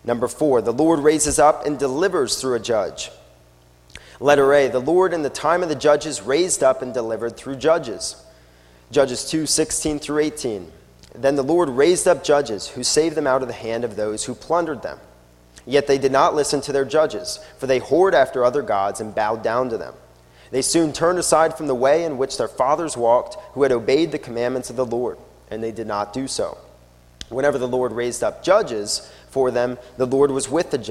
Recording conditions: large echoing room